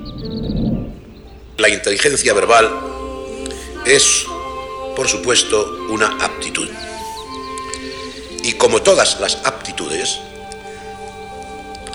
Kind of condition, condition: setting, outdoors